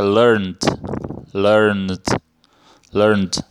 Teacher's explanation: O N faz som, produz som na garganta quando é pronunciado, então a gente pronuncia com um D no final · Term: som de D